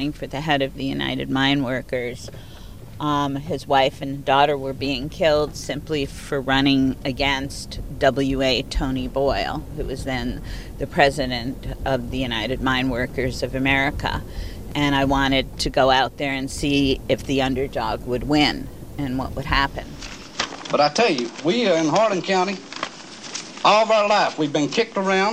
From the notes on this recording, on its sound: during the AFI DOCS festival